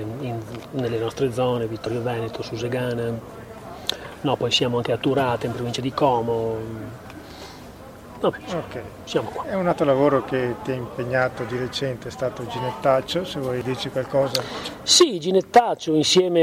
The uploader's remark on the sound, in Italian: Nella seconda parte abbiamo ascoltato le interviste registrate alla terza e quarta serata di Luoghi Comuni Festival